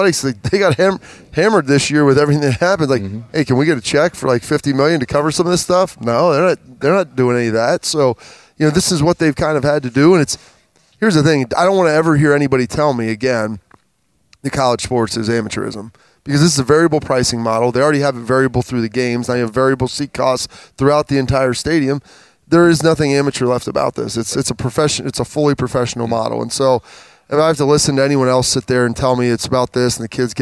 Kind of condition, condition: setting, busy venue